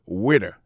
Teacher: Alors, moi, je prononce le waiter. Waiter, ça veut dire accent tombé sous premier syllabe là. Waiter.